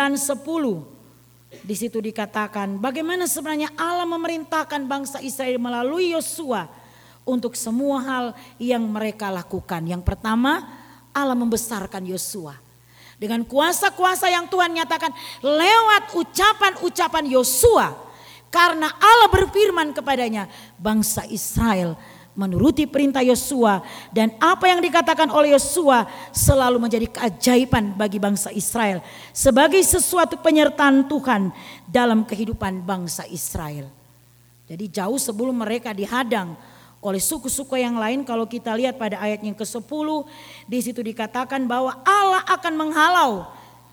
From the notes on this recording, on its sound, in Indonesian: Rekaman Khotbah pada Ibadah Minggu malam tgl 16 Juli 2023 dari GKI Kalvari Tembagapura, Papua.